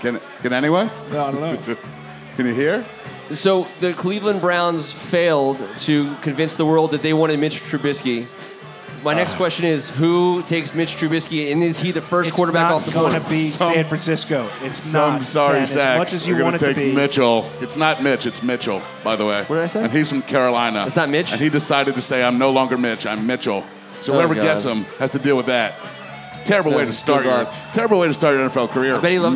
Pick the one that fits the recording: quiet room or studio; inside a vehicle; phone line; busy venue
busy venue